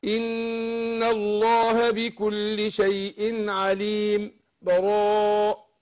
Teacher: الوجه الثالث، الوجه الثالث اللي هو بقى ايه السكت، يعني هقف على عليم سكتة بدون تنفس